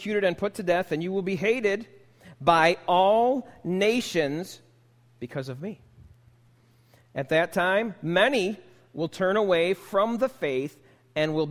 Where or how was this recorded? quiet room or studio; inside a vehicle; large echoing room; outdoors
large echoing room